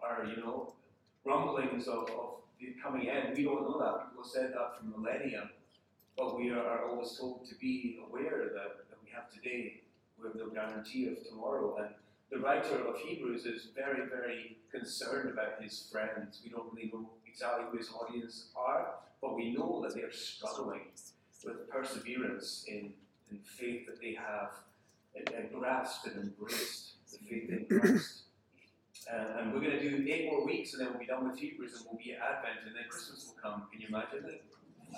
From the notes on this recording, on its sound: Unfortunately, we had some issues with our audio system, so the sound quality isn't what it normally is.